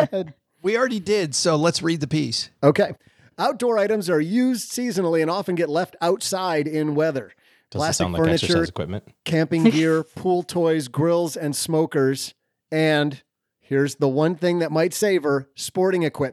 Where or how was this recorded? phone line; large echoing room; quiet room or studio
quiet room or studio